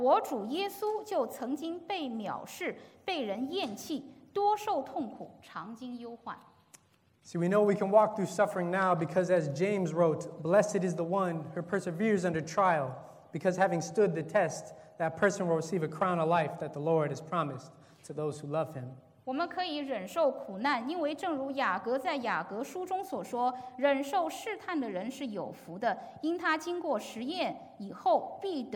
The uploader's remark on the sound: This is a sermon from August 4th, 2019 at Lexington Chinese Christian Church